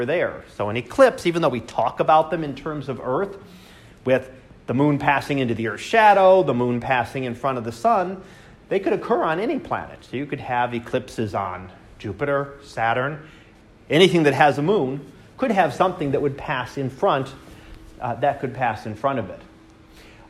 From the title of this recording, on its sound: Live Class Lecture